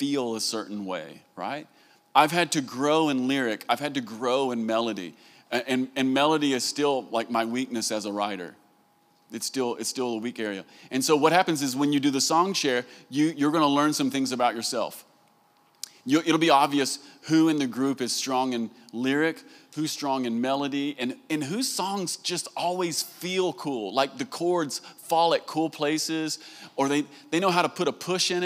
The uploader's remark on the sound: Recorded live at the Vineyard worship gathering "Come Holy Spirit" in June 2023.